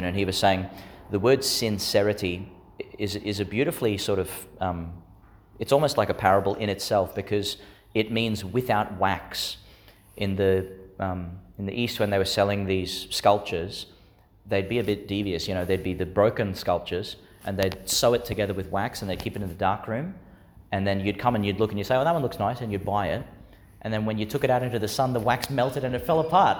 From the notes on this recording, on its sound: Homily for the Sixteenth Sunday in Ordinary Time, delivered in St Agnes Church, Agnes Waters, Qld.